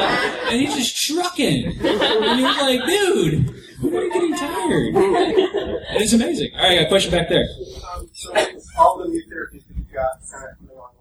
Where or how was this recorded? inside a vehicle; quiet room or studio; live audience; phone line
live audience